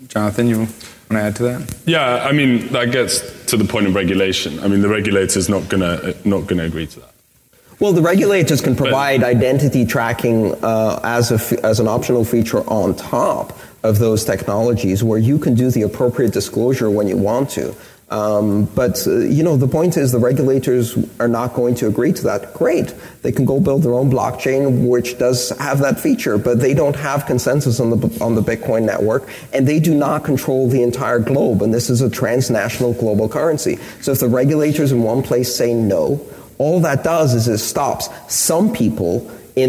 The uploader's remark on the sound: for the rest of todays episode we’re pleased to feature one of my favorite panels from the event